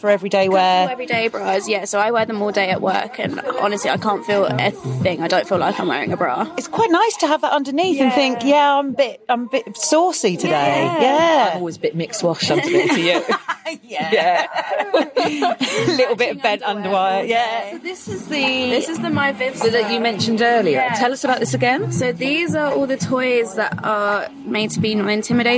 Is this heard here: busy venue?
yes